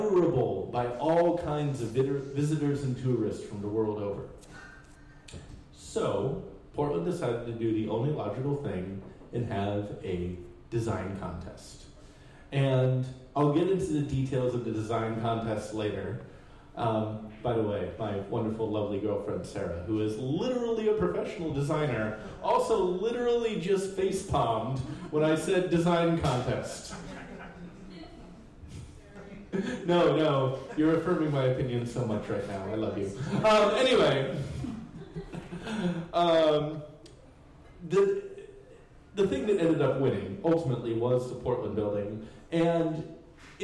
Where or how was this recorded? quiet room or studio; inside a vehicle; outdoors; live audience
live audience